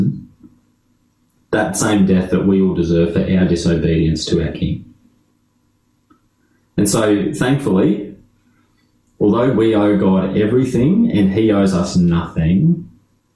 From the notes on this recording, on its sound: This talk was delivered via Zoom.